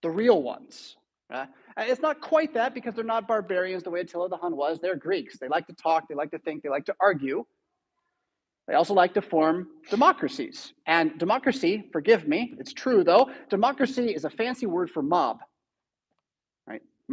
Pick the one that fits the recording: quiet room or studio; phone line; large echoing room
large echoing room